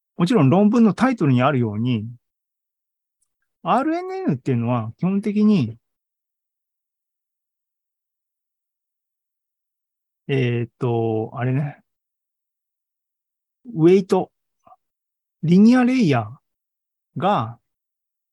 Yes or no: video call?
yes